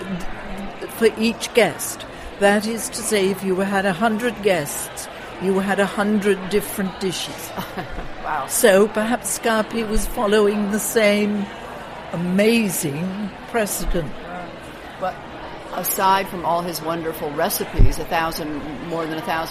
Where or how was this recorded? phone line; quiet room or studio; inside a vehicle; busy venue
busy venue